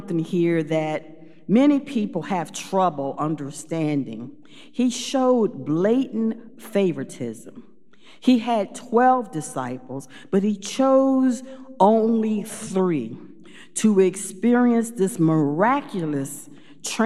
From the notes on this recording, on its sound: Recorded live at Beatitudes Church in Phoenix, AZ